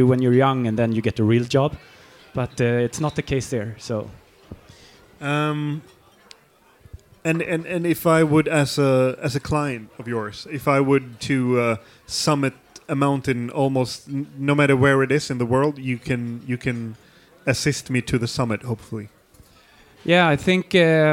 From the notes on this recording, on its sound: I was asked to record a live podcast when they arranged their ”End of the Year Party” for their employees in Sweden. The ones that showed an extra interest in winter, skiing and mountains ended up at a after ski themed dinner party where I did a short live podcast to entertain them between courses.